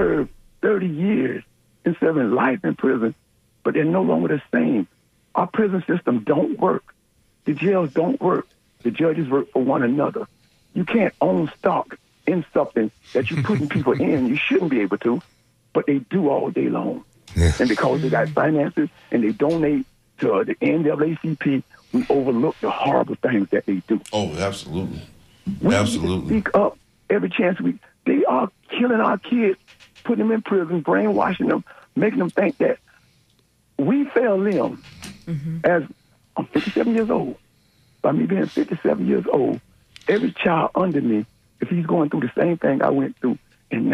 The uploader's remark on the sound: unique magazine format call-in show